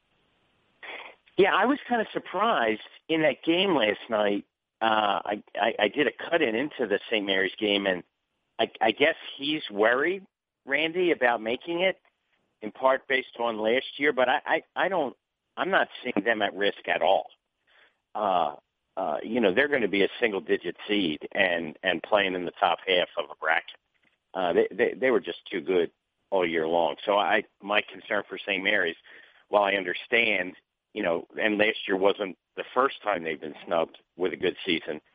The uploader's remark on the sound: ESPN Bracketology Conference Call.